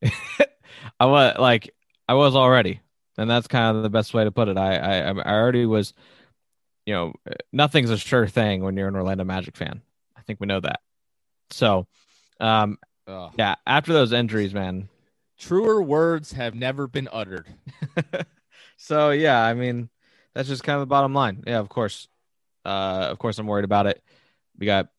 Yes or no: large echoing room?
no